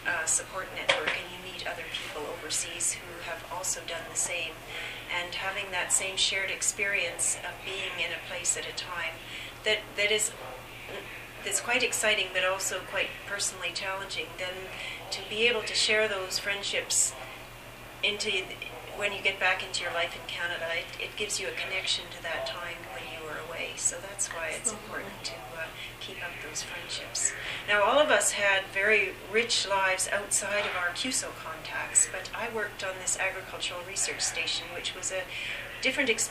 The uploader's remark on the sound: At the 50th anniversary event at UBC on December 4th, 2010. This podcast was recorded during CUSO-VSO's 50th Anniversary Kick-off celebrations in Vancouver, BC.